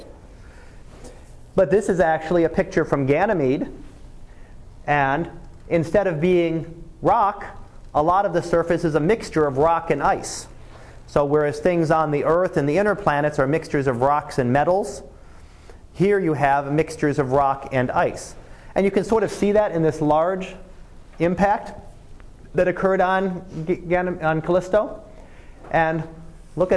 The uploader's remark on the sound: Live Class Lecture